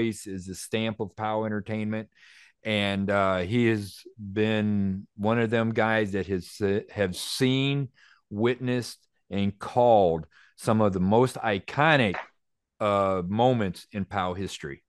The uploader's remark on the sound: it’s our first zoom podcast